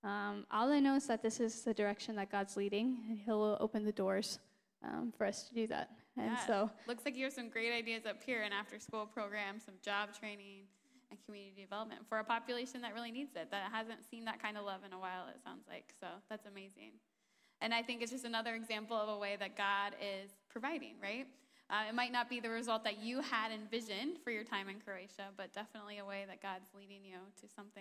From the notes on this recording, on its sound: A special guest interview live on stage.